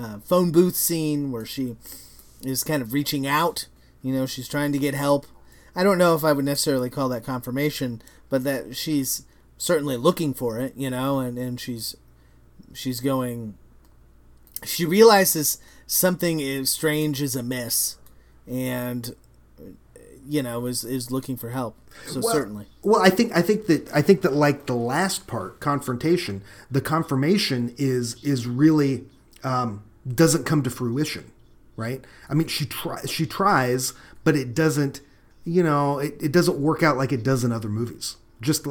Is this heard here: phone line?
no